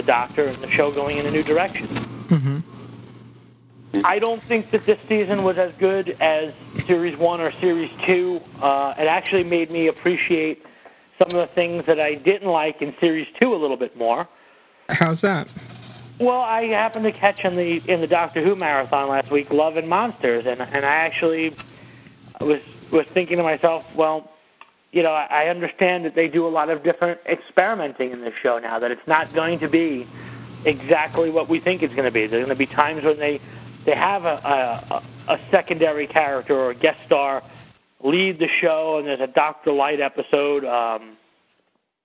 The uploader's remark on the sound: Live Roundtable Episode. With live listener feedback. Recorded live on the net via TalkShoe.